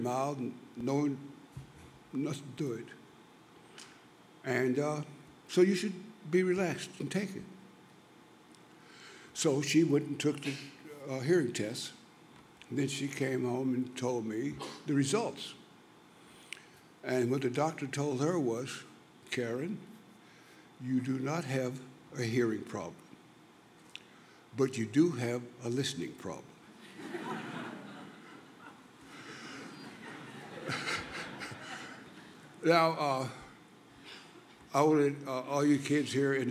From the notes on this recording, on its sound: recorded at the 2008 International Achievement Summit in Kailua-Kona, Hawaii